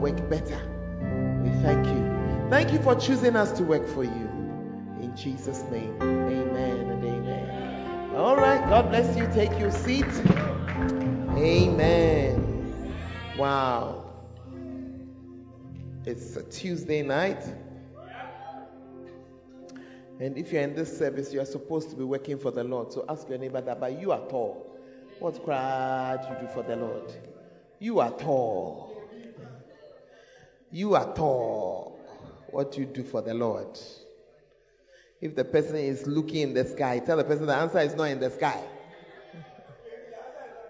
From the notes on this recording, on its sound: Preached at the Tuesday Service